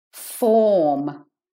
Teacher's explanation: the R for rabbit is not said in Australian English.